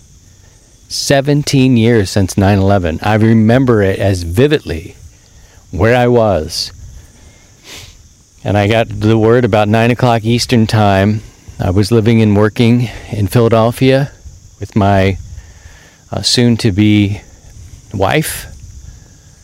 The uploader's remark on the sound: This week, we're back outside